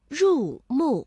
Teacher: 两个去声相连，第一个音节变五三，第二个音节保持五一。比如入目，我们会感受到这个入啊并没有从五降到一，正确的应该是入目，而我们入字在中间就停住了，读入目。哎，那这个听明白了，揀 C 嘛。不啱啊，不啱啊，这个应该选 B 啊，你要根据前后的预警来到判断嘛。哎呀，我们都要看看正确答案啦。磨耳朵长知识，一起来。正确答案是什么？好了，欢迎大家呢来到正确答案是什么。谭子啊，是春秋时期谭国的贤明君主，更是古代著名的孝子。他以鹿乳奉亲的孝行入选了24孝，孝心感人之